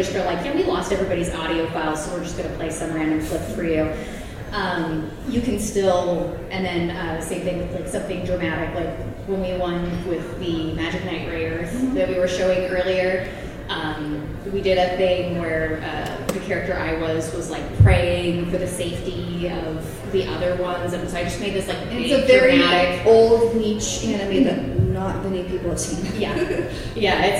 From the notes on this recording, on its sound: Wild Wild West Con 11 Panel. Recorded live at Wild Wild West Con at Casin Del Sol. Im Ballroom E.